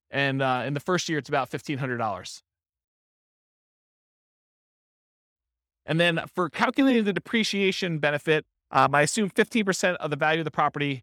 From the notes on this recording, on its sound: This was a live class recorded